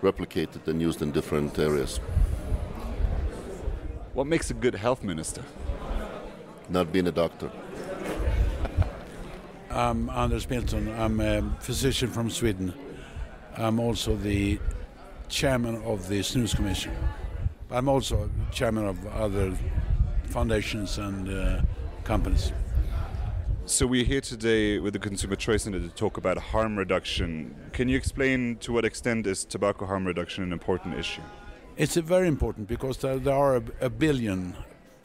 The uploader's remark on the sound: We're coming to you live from Davos, where Consumer Choice Center was a sponsor at the annual Swedish Lunch side-event. You're hearing from guests and the CCC team live from the mountain.